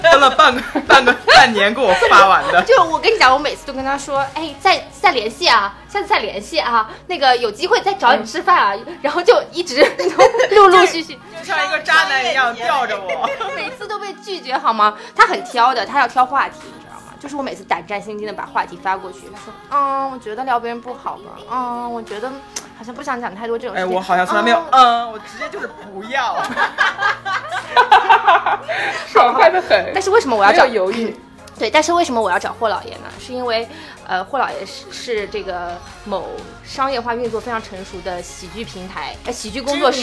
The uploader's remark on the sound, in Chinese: 本期节目录制的过程中由于太过好笑，主持人和嘉宾笑得过于放肆，在吸收了大家诸多批评意见后，我们调整了一稿音频，基本解决了笑声刺耳的问题